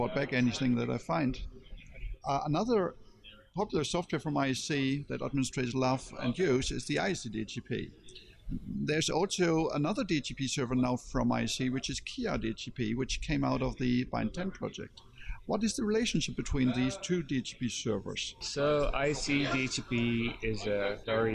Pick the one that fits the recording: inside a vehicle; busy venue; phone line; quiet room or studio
busy venue